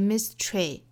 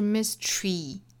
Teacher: 注意最后的这个 mystery 这个词字母 y 啊，应该是读紧音的 · Shown in: second take